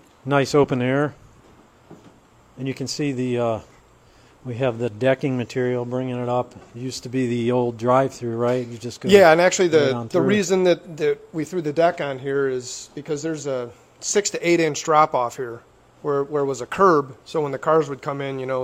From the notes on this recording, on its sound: We visit Franklin Brewing Company's new location in Grafton Ohio to sample a flight and explore their eclectic tap room